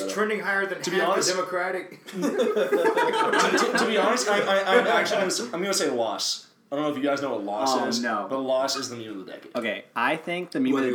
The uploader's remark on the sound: I'm going to apologize in advance for the poor audio quality